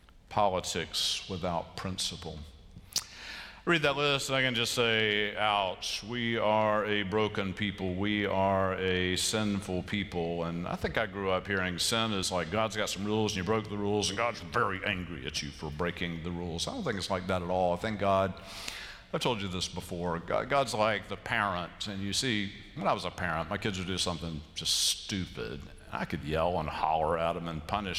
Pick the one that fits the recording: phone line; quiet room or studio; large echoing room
large echoing room